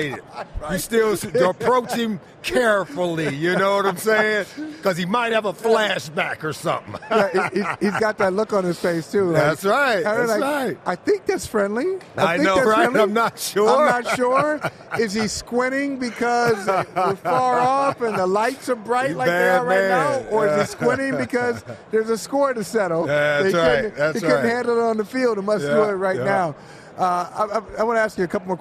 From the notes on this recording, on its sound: live on Radio Row for the Super Bowl